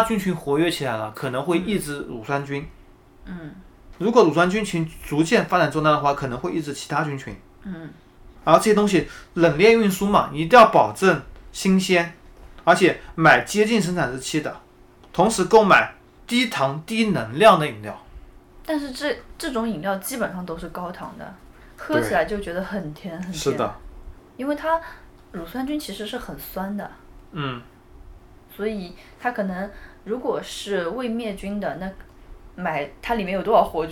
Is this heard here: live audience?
no